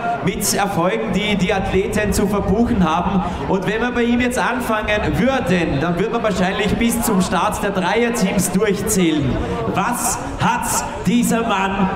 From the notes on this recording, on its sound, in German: mit einem Live Podcast zu Gast beim Neusiedlersee